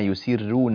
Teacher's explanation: في قول الله تبارك وتعالى: أولا يعلمون أن الله يعلم ما يسرون وما يعلنون. هذه الراء من كلمة يسرون من الراءات التي ترقق لأنها مضمومة وقبلها كسر، كسر السين